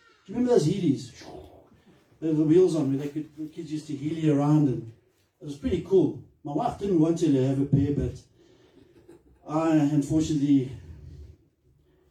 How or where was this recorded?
large echoing room